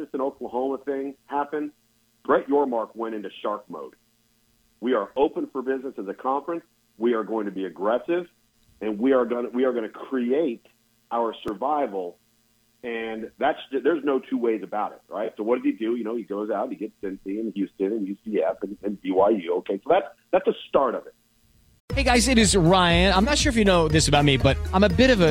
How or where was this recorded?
phone line